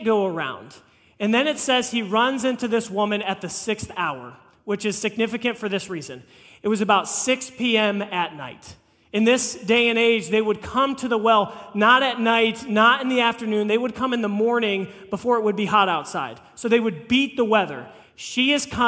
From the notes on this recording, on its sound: This message was preached on April 9, 2023 at FIVE39 Church.